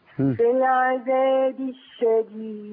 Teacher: لا لم مش بظرش هنا لم دخل في الشين على طول. دي لم شمسية مدغم.